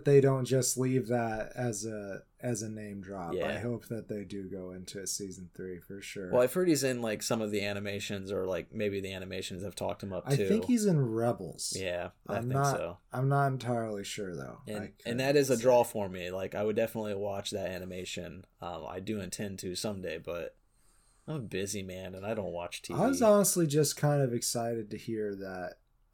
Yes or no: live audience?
no